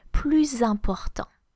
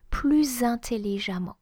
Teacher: it's just a fading of the S over the next word, that's a liaison. · if your adjective or your adverb starts with a vowel or a vowel sound, you will need to make the liaison, and the liaison will be the Z sound.